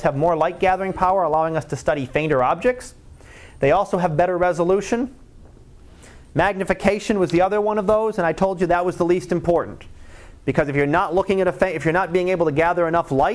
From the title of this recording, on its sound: Live Class Lecture